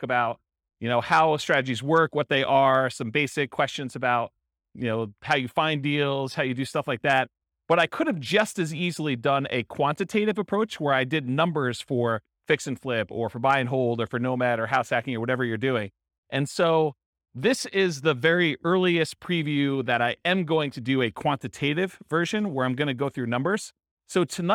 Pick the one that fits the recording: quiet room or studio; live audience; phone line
live audience